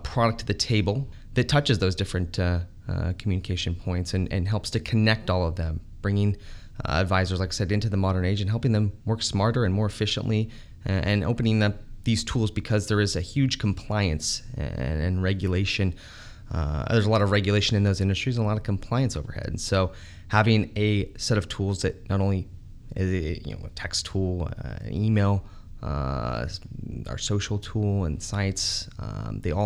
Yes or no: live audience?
no